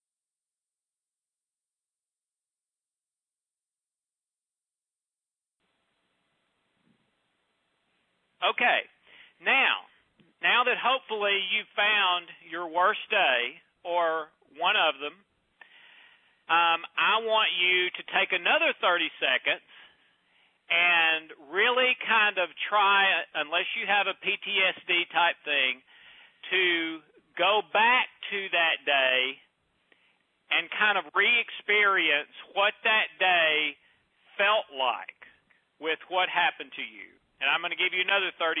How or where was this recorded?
phone line